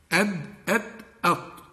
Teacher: ايه متجانسه يعني تخرج من مخرج واحد واختلفت في الصفات مظبوط فالدال والتاء والطاء دول ثلاث حروف بيخرجوا من طرف اللسان مع الثنايا العليا · Term: الحروف المتجانسة